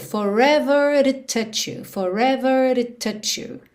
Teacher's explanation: Forever to, ele usou rarara nesse T do to